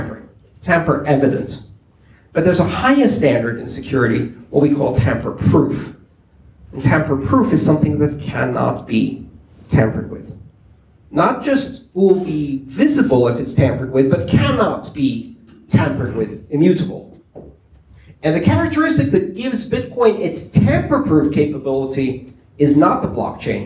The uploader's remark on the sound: The Silicon Valley Bitcoin Meetup group. Followed by audience Q&A.